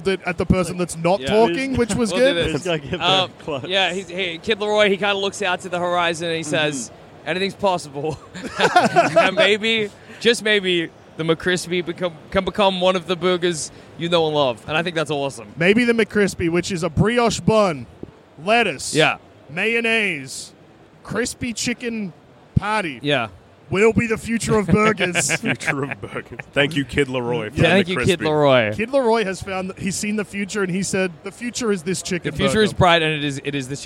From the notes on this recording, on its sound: Record the first ever second ever podcast live from the floor of PAX AUS (2023).